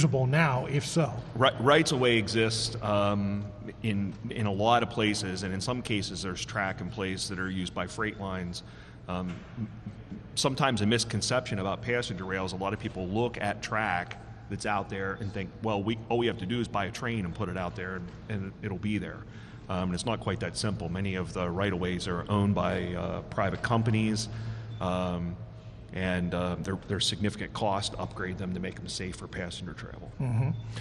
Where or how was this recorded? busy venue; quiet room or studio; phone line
busy venue